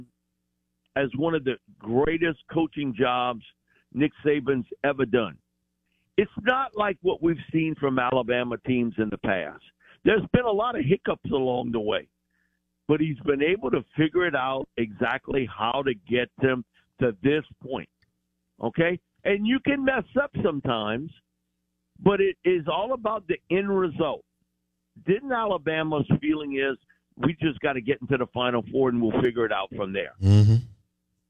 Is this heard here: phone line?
yes